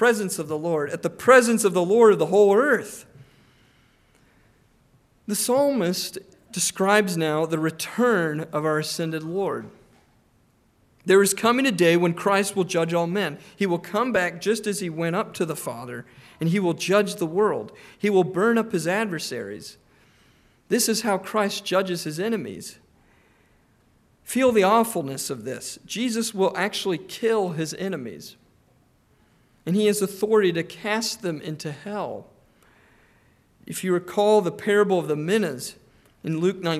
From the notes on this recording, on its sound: Preached on July 9, 2023 (evening) at Trinity Presbyterian Church ( Evangel Presbytery ) in Spartanburg, SC.